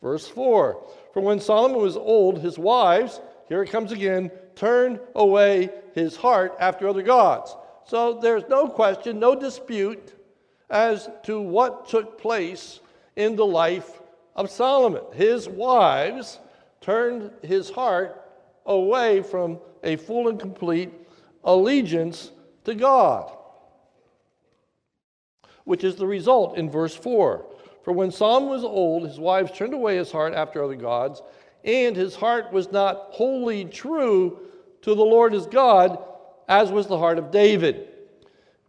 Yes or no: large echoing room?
yes